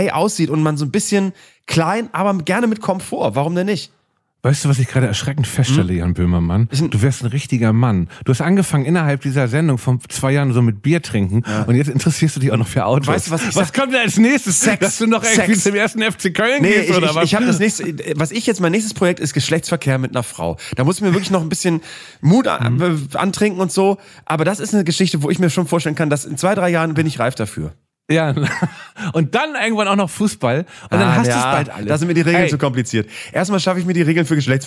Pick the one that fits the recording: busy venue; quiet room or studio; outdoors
quiet room or studio